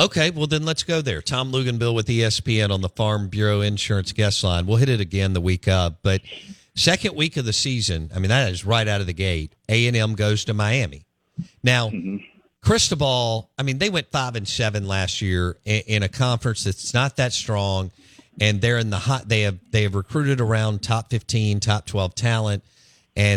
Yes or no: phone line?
yes